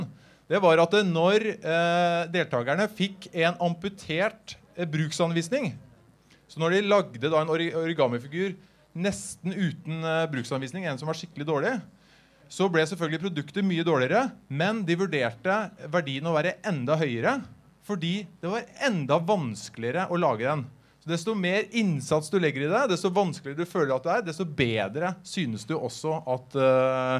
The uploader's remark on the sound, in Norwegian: For aller første gang i historien ble Psykologlunsj gjennomført foran et publikum! I anledning Psykologidagene i Trondheim arrangerte vi et liveopptak, i form av en interaktiv quiz, på utestedet Familien.